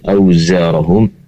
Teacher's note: pastikan zai berasal dari ujung lidah yang terletak di antara gigi seri atas dan bawah